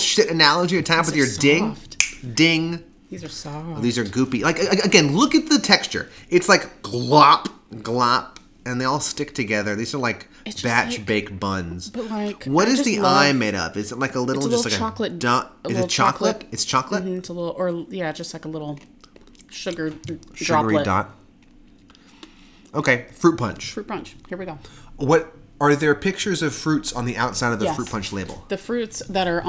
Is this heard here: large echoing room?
no